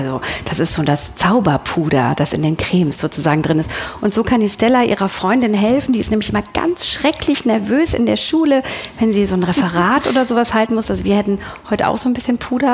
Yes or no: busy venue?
yes